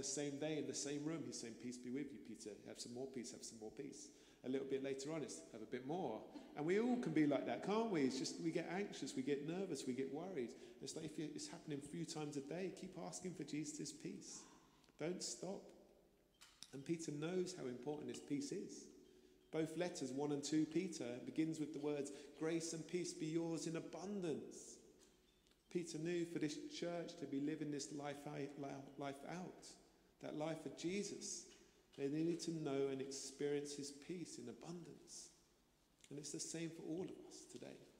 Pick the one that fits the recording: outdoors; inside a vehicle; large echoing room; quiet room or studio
large echoing room